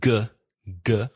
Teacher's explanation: G. From the throat, g, and there's also vibration. · Term: hard G